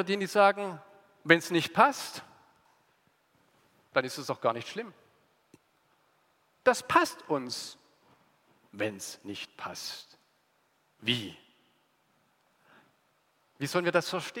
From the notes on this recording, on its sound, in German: aus dem Gottesdienst der Liebenzeller Mission